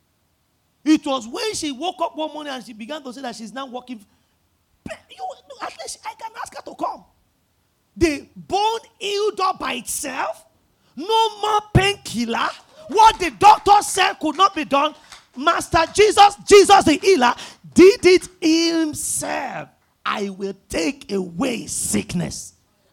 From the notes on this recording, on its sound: At the 5 Sundays Turnaround Power of Prayer Service held at Royal Grace Chapel.